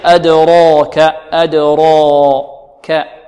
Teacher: راء مفخمة لأنها مفتوحة وبعدها ألف